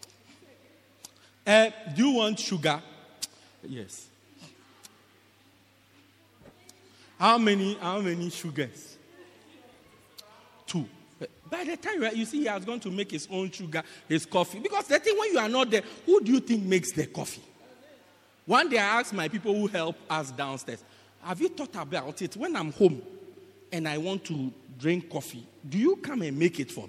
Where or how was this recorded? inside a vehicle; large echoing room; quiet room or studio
large echoing room